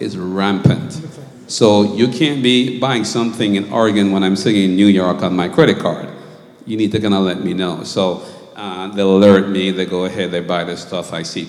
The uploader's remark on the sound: A live financial seminar hosted by Truth Center Ministries. This recording also includes the live question and answer session held at the end of the seminar.